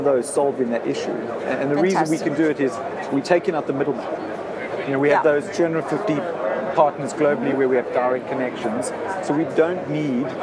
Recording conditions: busy venue